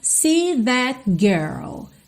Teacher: Atenção como você não ouve o T final do that